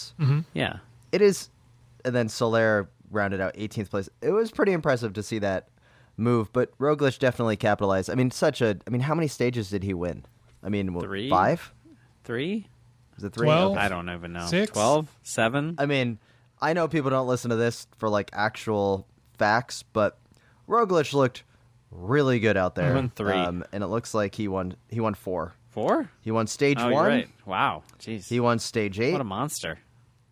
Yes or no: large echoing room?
no